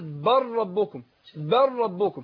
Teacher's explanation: ان اللام دخلت فين؟ في الراء. وضغمت في الراء. راحت خالص. فبقول بر ربكم. · Term: ادغام اللام في الراء